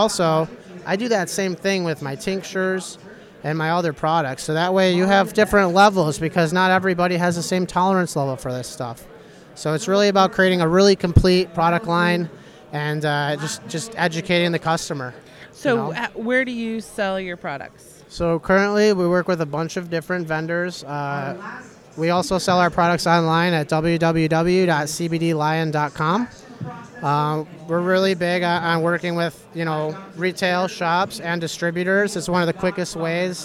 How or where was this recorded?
busy venue